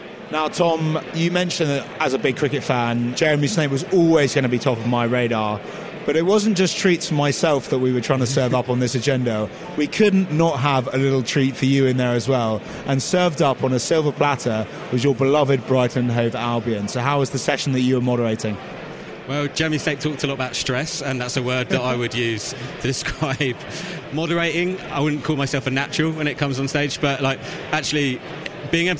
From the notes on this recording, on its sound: On the floor at SportsPro Live 2023. This week SportsPro took over the Kia Ova to stage SportsPro Live 2023. Capture the sights and sounds of the two-day event in London.